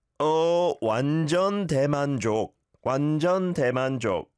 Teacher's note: It sounds a little bit too syllable-y, like everything's separate.